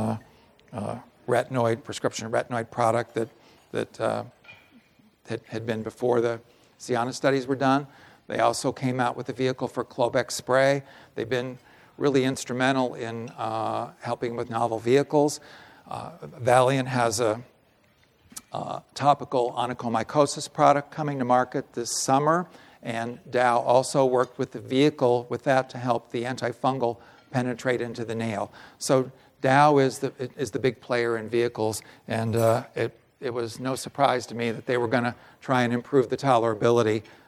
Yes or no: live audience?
yes